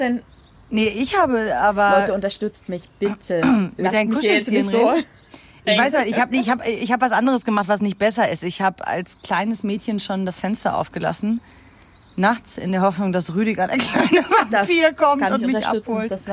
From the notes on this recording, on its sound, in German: Social Distancing treibt uns raus, raus in die Industrieanlage eines Berliner Bahnhofs, rein in eine spontane Aufnahme unter freiem Himmel.